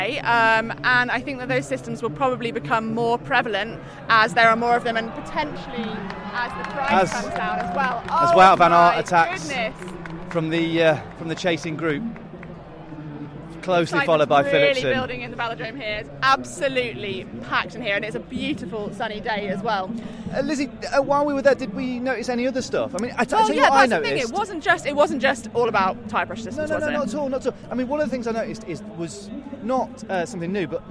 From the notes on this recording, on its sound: This episode of Service Course was recorded on location at the Hell of the North. Two breathtaking races at Paris-Roubaix.